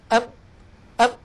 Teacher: لو أني سددت الأنف وقلت ونطقت ميم ساكنة يختل الصوت